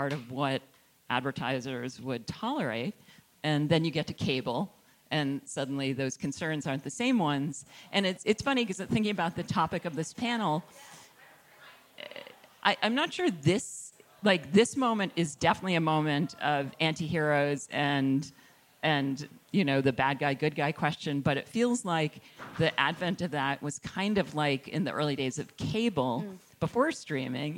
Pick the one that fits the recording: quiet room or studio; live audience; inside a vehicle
live audience